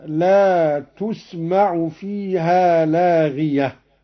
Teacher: قرأ قالون بضم التاء: لا تسمع، لاغية بالرفع